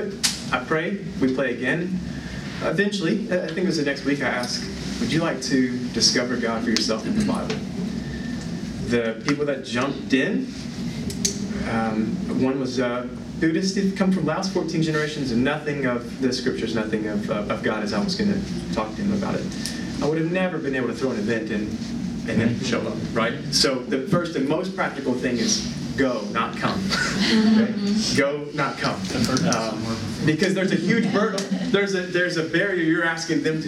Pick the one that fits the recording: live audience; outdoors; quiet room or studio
live audience